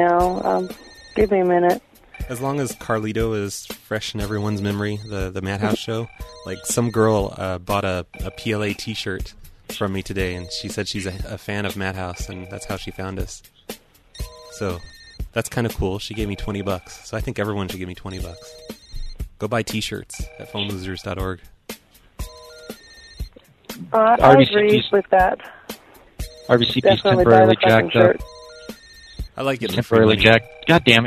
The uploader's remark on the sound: …'s Personal Prank Phone Calls Collection.